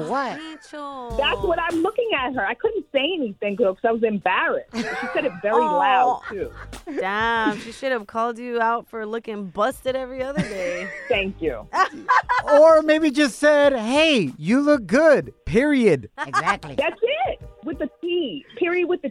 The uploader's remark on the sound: We opened up the phone lines to ask the listeners their worst back-handed compliment they received.